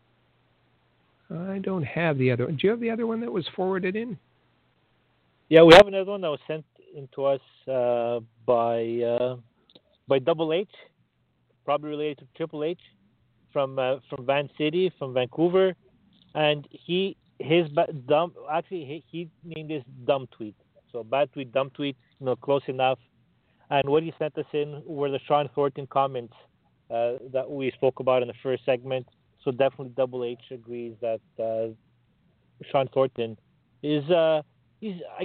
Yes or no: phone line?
yes